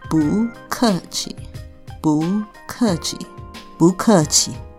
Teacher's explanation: Whenever the fourth toned bu is followed by another fourth tone, then bu's fourth tone changes to a second tone. · Term: tone sandhis